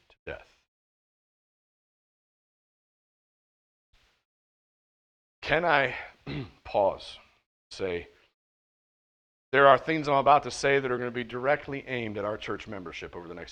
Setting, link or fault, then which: setting, large echoing room